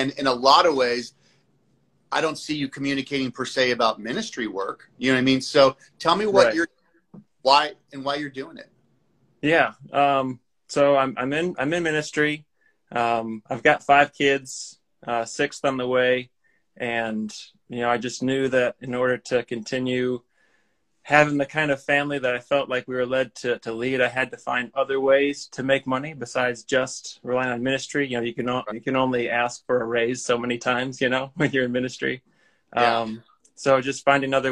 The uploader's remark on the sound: He invited me to hop on his Instagram live on the spot